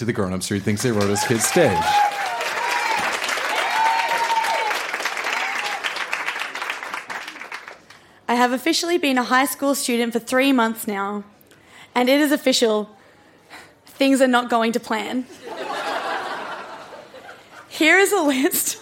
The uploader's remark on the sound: Recorded live at the Woodford Folk Festival